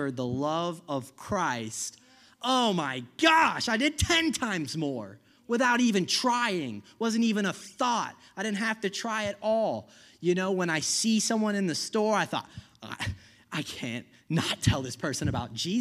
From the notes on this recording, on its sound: I preached this message at Healing Grace Church